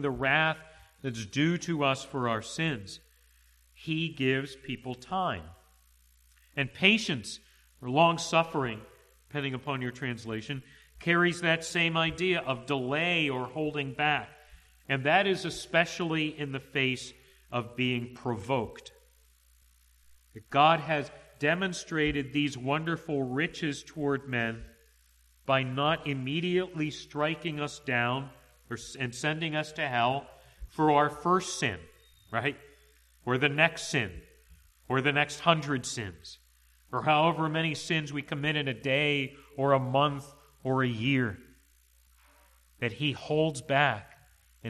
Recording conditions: large echoing room